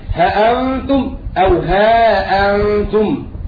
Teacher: وأما قنبل فيقرأ بتحقيق الهمز مع إثبات الألف وحذف الألف، فيقرأ قنبل عن ابن كثير هكذا هأنتم أو هأنتم.